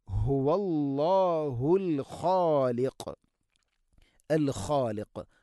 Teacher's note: ഹുവല്ലാ ഹുവല്ലാ എന്ന് പറയരുത്, ഹുവല്ലാഹുൽ ഖാലിഖ്, അൽ ഖാലിഖ്. ഖ തൊണ്ടയുടെ മുകൾ ഭാഗം, ഖാഫ് അതിൻ്റെയും മേലെ ചെറുനാക്കിൻ്റെ അടുത്ത്